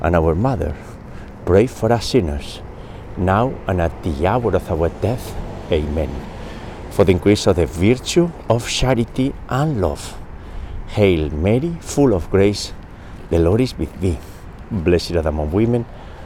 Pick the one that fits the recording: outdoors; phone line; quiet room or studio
outdoors